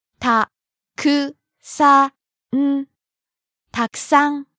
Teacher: たくさん、たくさん。 Starting low, rising on the second syllable ku, staying high. たくさん Let's have a look at the usage for some of the words from today's conversation.